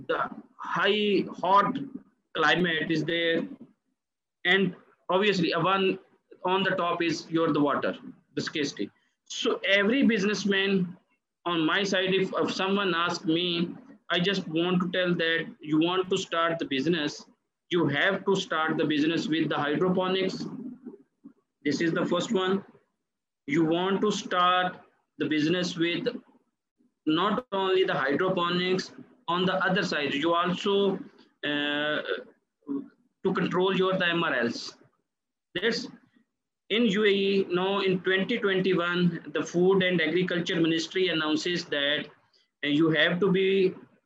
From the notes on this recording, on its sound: Joined us via Zoom from his current location in Dubai.